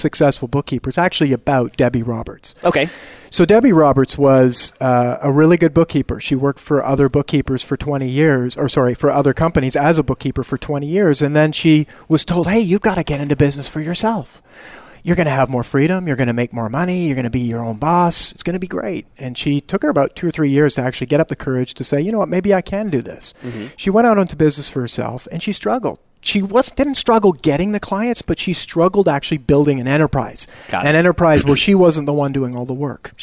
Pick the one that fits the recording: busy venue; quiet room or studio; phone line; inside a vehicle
busy venue